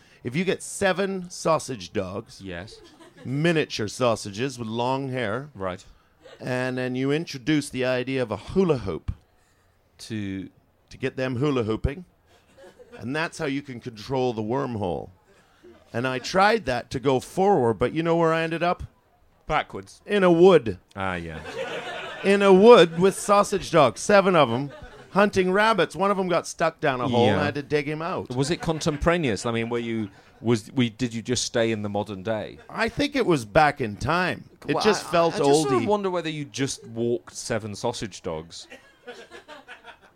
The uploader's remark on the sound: In the third episode to be recorded at the Edinburgh Festival Fringe, we again take questions from the audience.